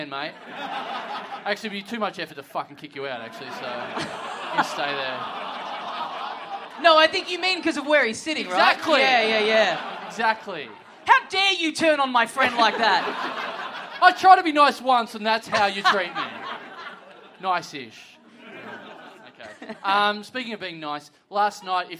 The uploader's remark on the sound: Big live podcast and stand-up show.